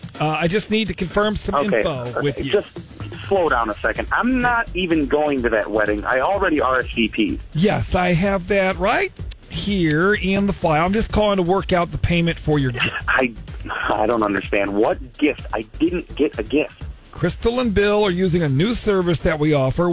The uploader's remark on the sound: Friday Phone Jacks Prank Call.